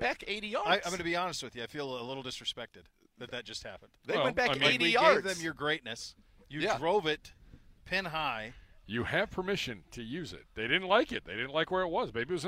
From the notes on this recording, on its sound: The guys broadcast live from the 22nd Annual Cleveland Browns Foundation Golf Tournament, presented by Key Private Bank and in association with University Hospitals and Direct Travel, at Westwood Country Club in Rocky River.